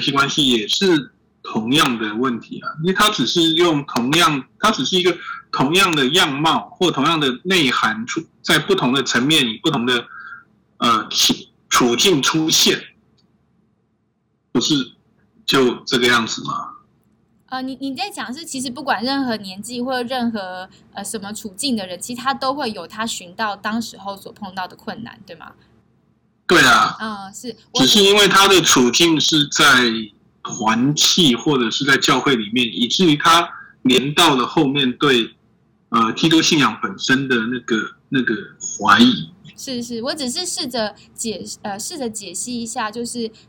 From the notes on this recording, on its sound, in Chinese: 建議音量調小一點，距離喇叭遠一點QQ。因為音質很可怕。趕鴨子上架，聲音聽起來很崩潰。這回真的是我們半夜才能用Zoom收音，。很臨時性，無法進錄音室。